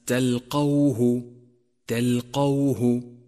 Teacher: وانتبه إلى فتحة القاف واحذر من ضمها